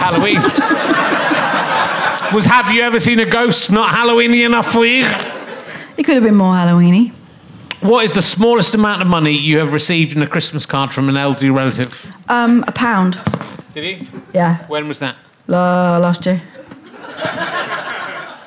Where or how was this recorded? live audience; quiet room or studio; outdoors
live audience